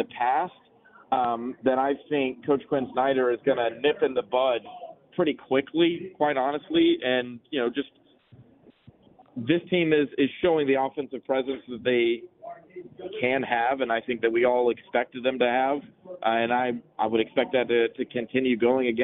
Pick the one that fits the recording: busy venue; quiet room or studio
busy venue